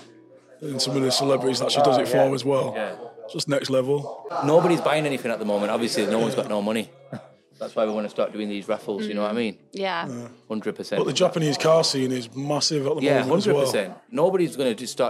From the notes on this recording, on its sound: Take the Mic at Midnight Lancs Car Meet!